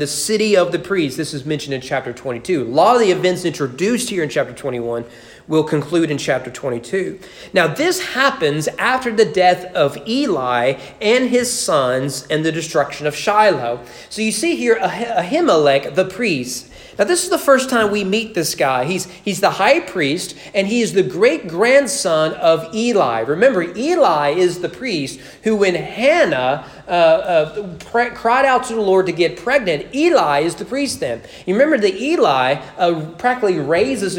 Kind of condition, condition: setting, large echoing room